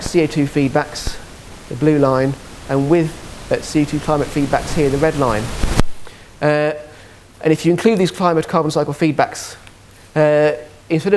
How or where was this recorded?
large echoing room